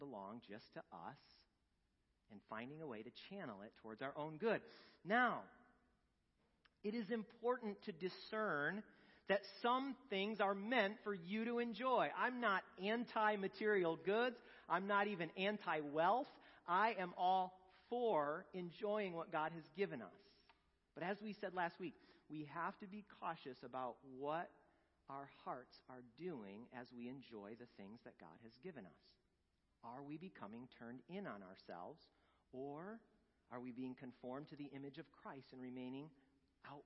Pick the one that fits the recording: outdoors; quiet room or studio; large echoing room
large echoing room